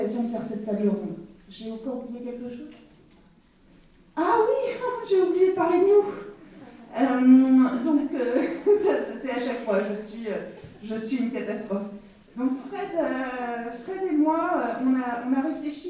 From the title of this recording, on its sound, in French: Table-ronde en public